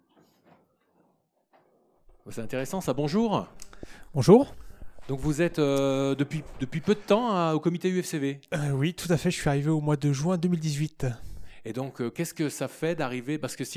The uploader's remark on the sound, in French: Enregistrement de l'émission en direct de l'Assemblée Générale du Comité Ufcv de la Loire le 16 mai 2019